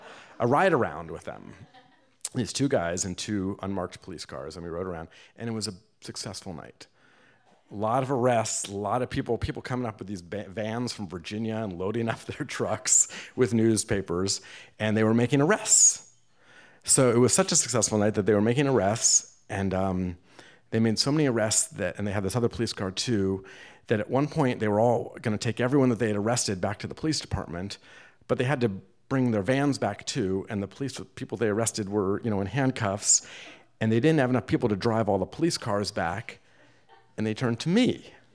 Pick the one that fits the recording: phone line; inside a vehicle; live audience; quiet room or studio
live audience